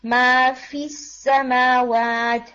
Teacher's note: تھوڑا سا آپ نے کسرہ کے اوپر دھیان رکھنا ہے کہ کسرہ کو ادا کرتے ہوئے لوور جا کو نیچے کریں اور کمپلیٹ ای کی ساؤنڈ آنی چاہیے